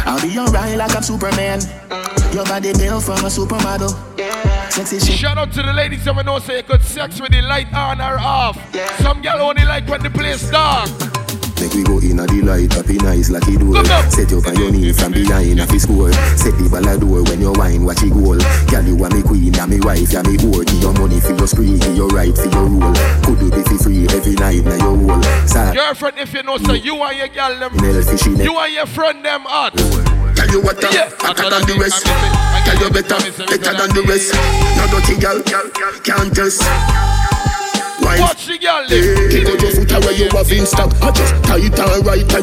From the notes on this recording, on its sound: LIVE IN CLUB ENVY.